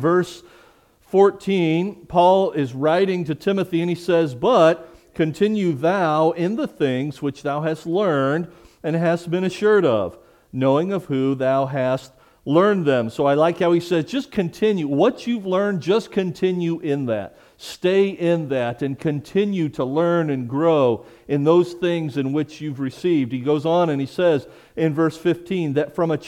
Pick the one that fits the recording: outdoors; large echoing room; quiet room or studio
large echoing room